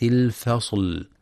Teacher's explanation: ينتبه القارئ لترقيق الفاء واللام في كلمة الفصل، فلا يقرأ الفصل بالتفخيم.